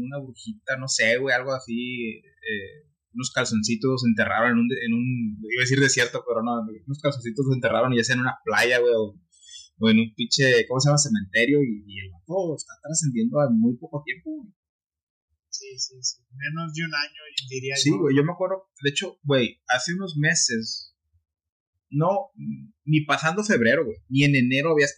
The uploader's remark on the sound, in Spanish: Quiero disculparme por la calidad del audio. Desafortunadamente, configuré mal los ajustes del micrófono al momento de grabar este podcast, por lo que el audio quedó como quedó.